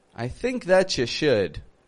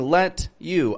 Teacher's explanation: We're going to link words ending with a T with you, and it's going to sound like chew or ch. · Shown in: first take